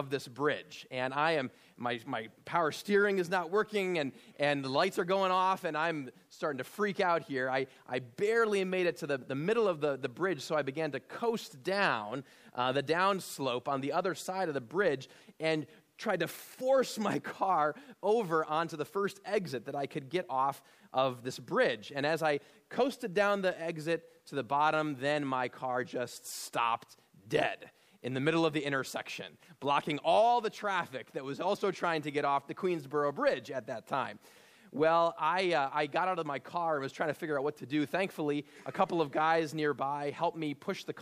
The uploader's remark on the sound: at Immanuel Lutheran Church in Pasadena, CA